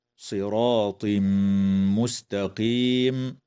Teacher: ويدغم التنوين في الميم مع الغنة في قوله تعالى: صراط مستقيم، وتنتهي الآية بالاتفاق عند